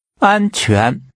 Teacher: Using high-level and rising tones